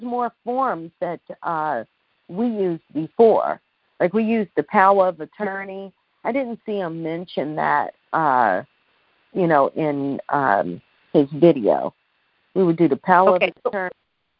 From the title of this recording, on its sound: Q&A Call